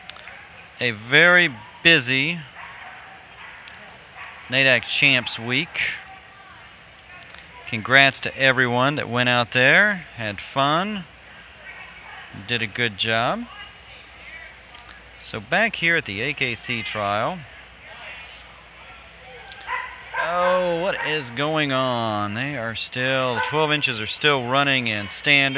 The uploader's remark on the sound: Live at Franklin AKC, NADAC Champs.